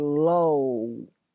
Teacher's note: 它是一个双元音，是一个 o 到 u 的滑动，是 o 最后的音落脚点在 u 上面，是 low，它不是我们中间那个 olow，不是，是 low 有个 u 的音最后在结尾啊，就 stay low。 staylow。我举个简单例子，我说这个在公司里面，这个老板对我好像